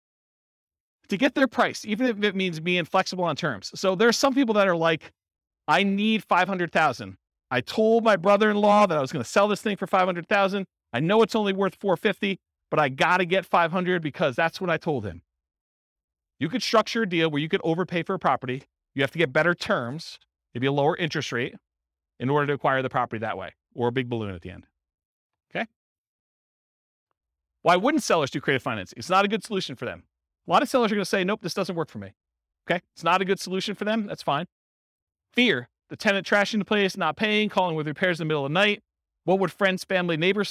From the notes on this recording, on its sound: Real estate investors and real estate entrepreneurs in Lowell, Massachusetts. This was a live class recorded. Live in-person version.